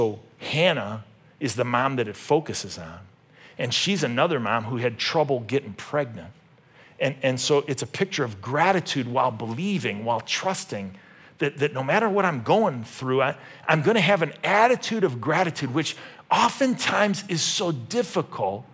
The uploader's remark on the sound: This message was originally preached at Highpoint Church on Sunday, May 14, 2023.